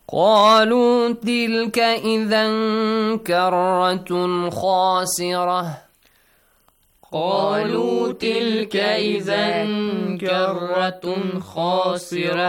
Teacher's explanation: because we are joining it to the next word, we pronounce the ta marbuta